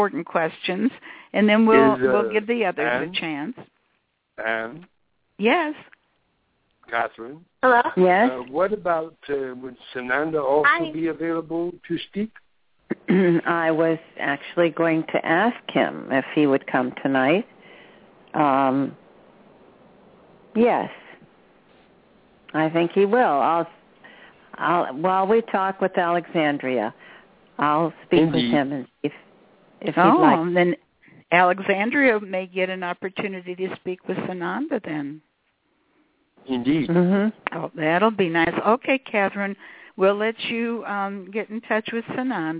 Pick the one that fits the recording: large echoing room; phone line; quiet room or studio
phone line